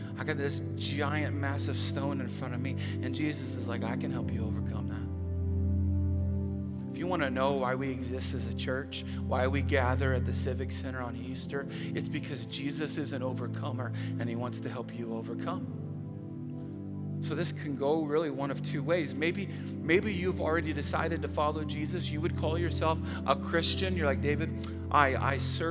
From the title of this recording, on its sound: Easter at the Civic Center